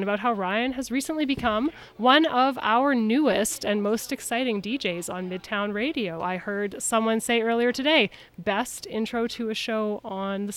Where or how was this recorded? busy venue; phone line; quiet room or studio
busy venue